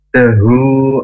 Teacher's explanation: Dahu huruf dal. Huruf dal makhrajnya ujung lidah ke pangkal gigi atas. Ini makhrajnya sama dengan huruf ta.